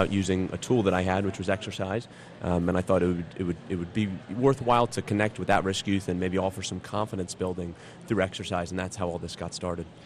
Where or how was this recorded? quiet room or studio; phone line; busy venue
busy venue